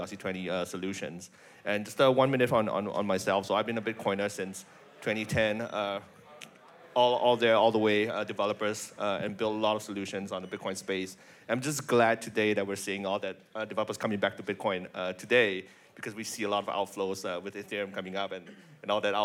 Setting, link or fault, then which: setting, live audience